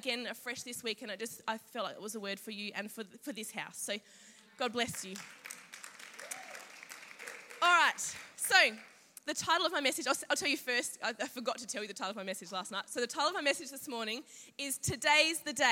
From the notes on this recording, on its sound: Saturday morning message from Confidence Women's Conference 2019.